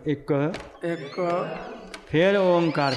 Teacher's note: ਇੱਕੋ ਨਹੀਂ ਕਰਨਾ, ਇੱਕ ਇੱਕ ਥੋੜ੍ਹਾ ਰੁਕ ਜਾਇਆ ਕਰੋ